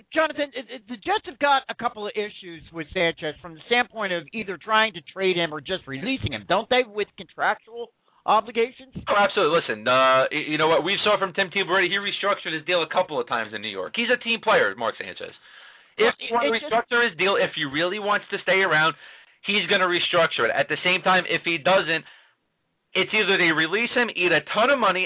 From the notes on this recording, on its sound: Take live calls from their listeners around the country.